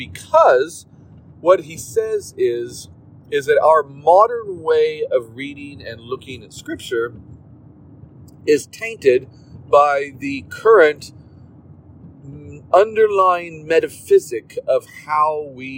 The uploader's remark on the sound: in the car while driving